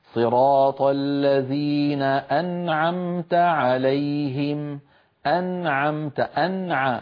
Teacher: النون من طرف اللسان، العين من وسط الحلق